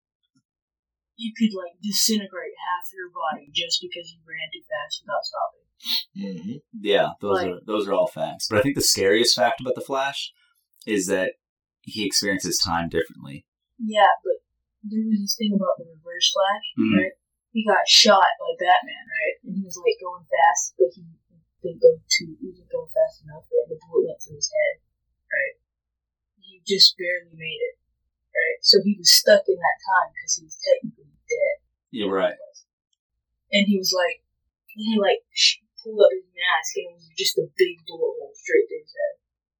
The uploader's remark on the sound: This was the first time recording with 3 mics, we had a few technical difficulties.